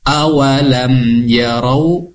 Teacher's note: diizharkan, dijelaskan bunyi mim sukunnya dan tidak menggunakan gunna.